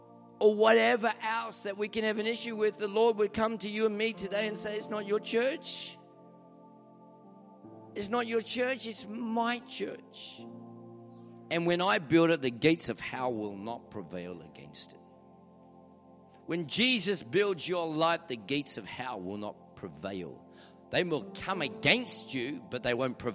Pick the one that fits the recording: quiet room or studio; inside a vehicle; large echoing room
large echoing room